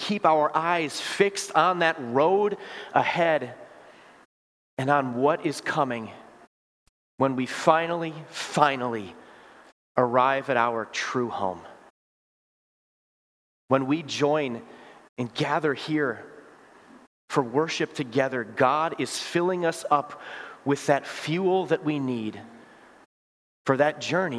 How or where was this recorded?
large echoing room